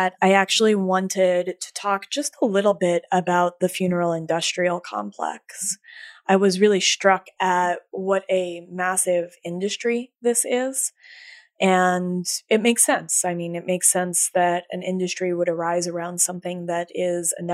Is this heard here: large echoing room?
no